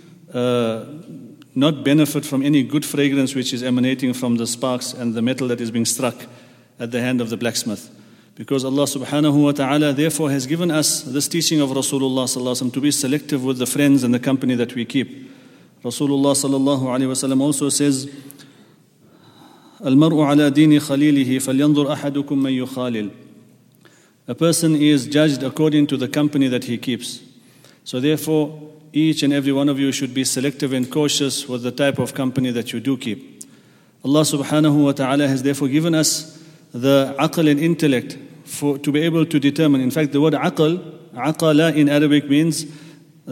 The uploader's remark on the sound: at the Houghton Masjid (West Street)